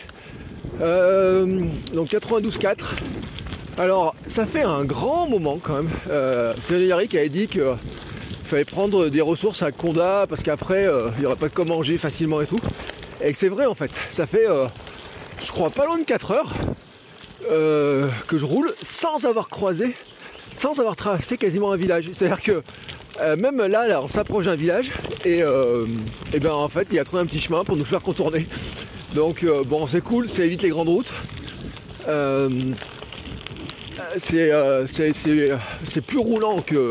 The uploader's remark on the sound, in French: mon tout premier Gravelman en live depuis le vélo